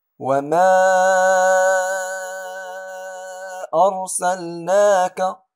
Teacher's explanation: الكلمة والهمزة جاءت في أول الكلمة التي تليها، كما لدي هنا، هنا مد مشبع منفصل وأمدد كذلك 6 حركات